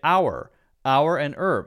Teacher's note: Americans say herb. We cut out the H sound